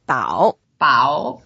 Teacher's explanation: It's a third tone, so we go down first and go up.